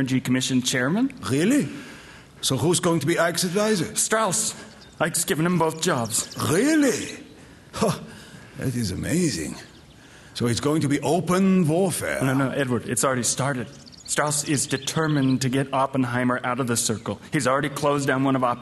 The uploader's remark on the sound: Format: Original Recording. Publisher: L.A. Recorded in front of a live audience.